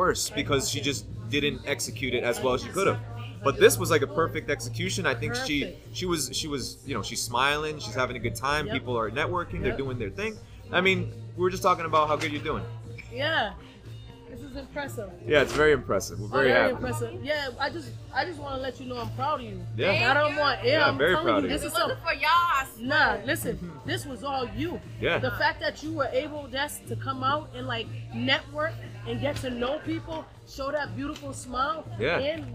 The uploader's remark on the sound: live from the recent 'No Judgement Foundation' drive